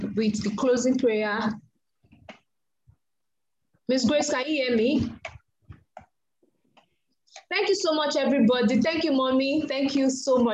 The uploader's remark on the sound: We had an insightful single mums zoom event and this is the recorded audio.